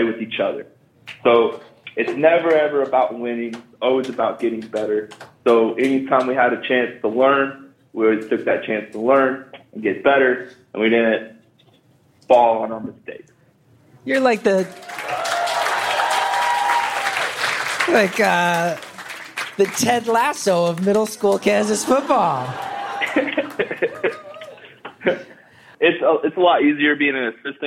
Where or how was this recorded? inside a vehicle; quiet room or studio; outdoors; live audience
live audience